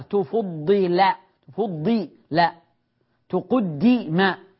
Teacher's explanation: الأول مضموم وما قبل الآخر مكسور